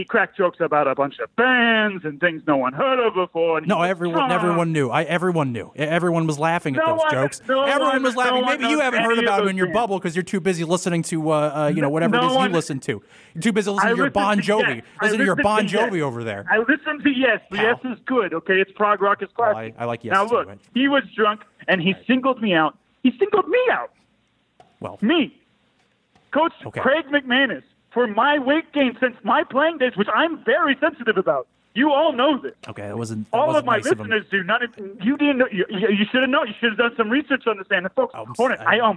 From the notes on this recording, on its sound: As listeners call in to voice their displeasure